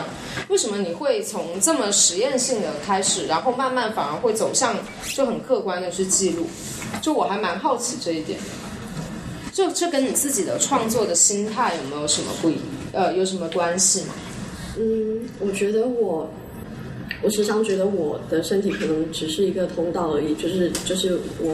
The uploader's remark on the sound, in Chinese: 本期为展览「素描之间」开幕对谈的现场录音。操作失误导致的质量不佳，还请理解。